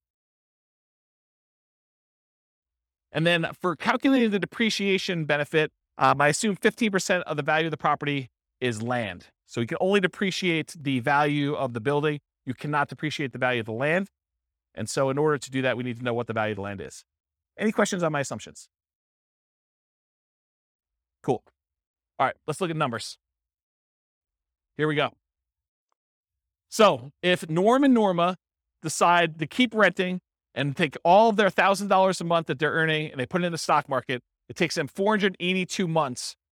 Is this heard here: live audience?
yes